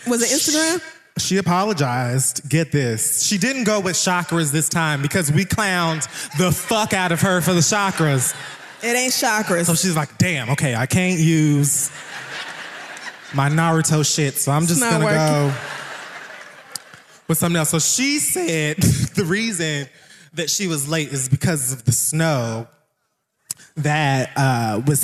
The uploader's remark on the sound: The Read Live! Washington D.C.